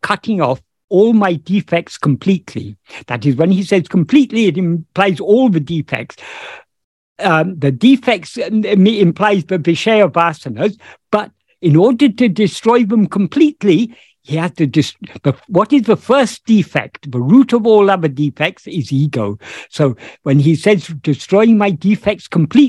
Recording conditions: video call